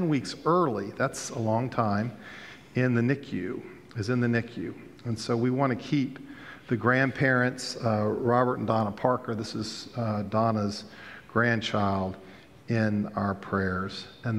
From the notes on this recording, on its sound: Pender UMC Contemporary Worship Sunday September 22, 2022